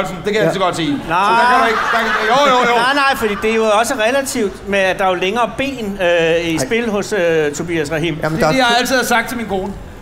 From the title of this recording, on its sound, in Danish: Live fra Smukfest 2023